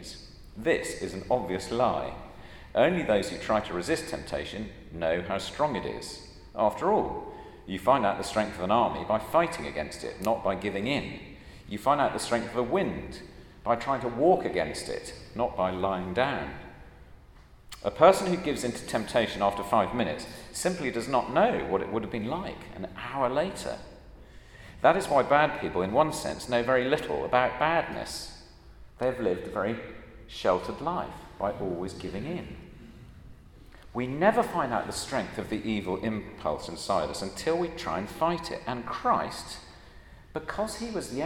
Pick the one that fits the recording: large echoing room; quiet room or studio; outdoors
large echoing room